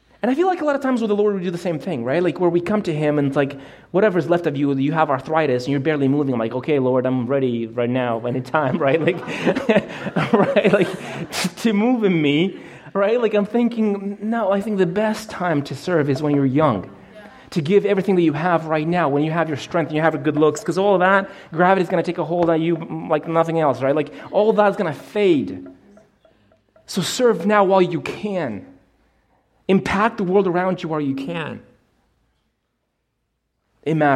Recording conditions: large echoing room